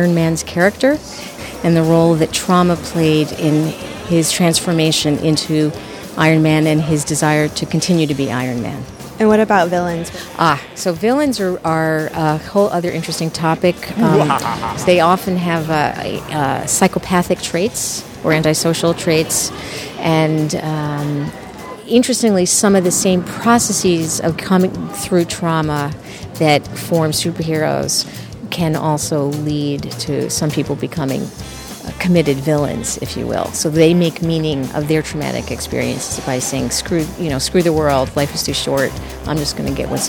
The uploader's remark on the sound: The Oxford Comment visits the New York Comic Con & Anime Festival.